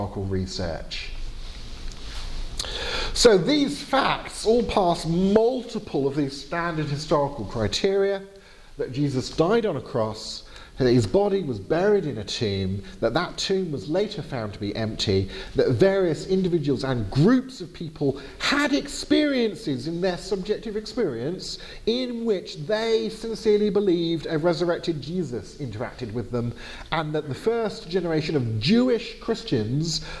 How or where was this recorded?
large echoing room